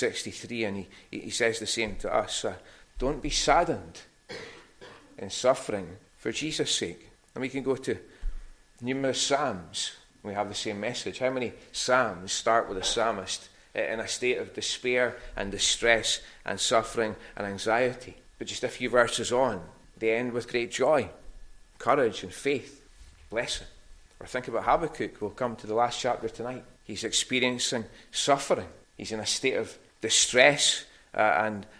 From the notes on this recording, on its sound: recorded at North Harris Free Church on the morning of Sunday, 20th August 2023.